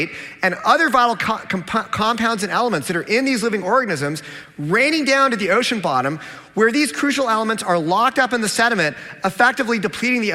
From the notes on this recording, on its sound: a Q&A with his original audience